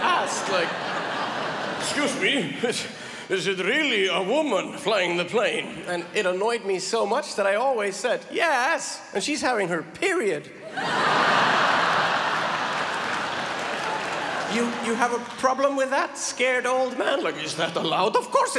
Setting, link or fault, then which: setting, live audience